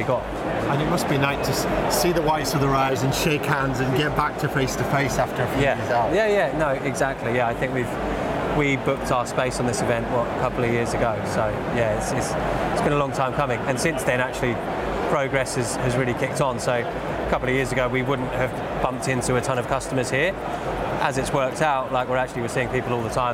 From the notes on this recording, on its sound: Live from Europe's Biggest Event 'Accountex'. Continues with a series of live interviews from Accountex 2022 in London recently. Enjoy the live buzz of the event!